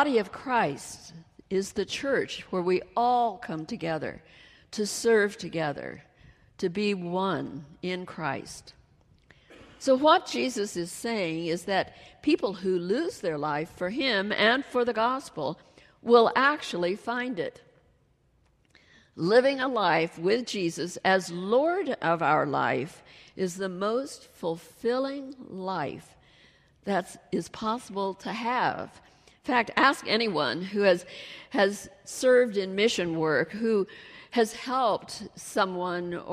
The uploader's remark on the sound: She delivered her message during the Traditional Worship service.